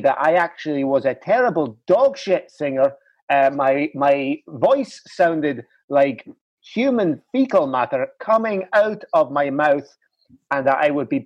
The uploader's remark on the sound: On this week’s video call Phoning It